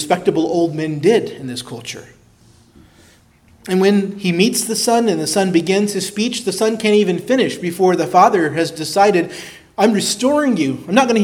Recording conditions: large echoing room